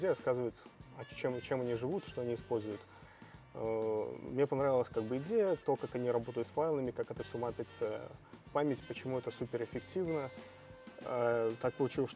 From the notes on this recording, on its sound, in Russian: Подкаст записан на конференции